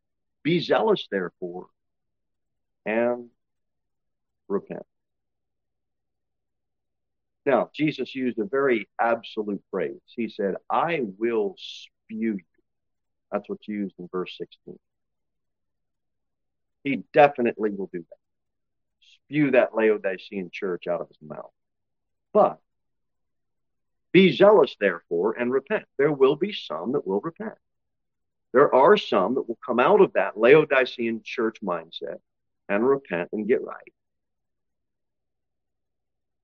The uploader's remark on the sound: Sermon delivered at Pilgrim Baptist Church. Pilgrim Baptist Church, located at 229 W. Jere Whitson Rd. Cookeville, TN 38501.